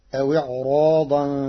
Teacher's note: قرأ ورش كلمة إعراضا بتفخيم الراء كحفص لوقوع حرف الاستعلاء بعدها